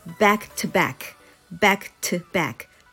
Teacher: to ではなくて t t っていう発音にすると back to back 勢いよくこれで言えるようになります